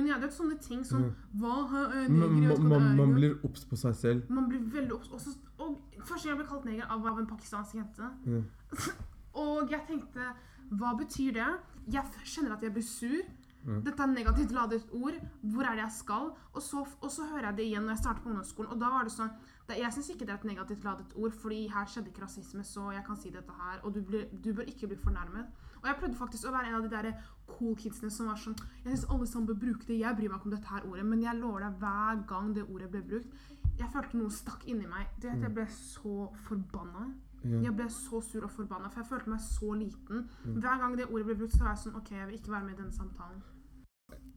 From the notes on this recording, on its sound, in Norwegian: Bakgrunns lydene dere hører er moren min som leser quran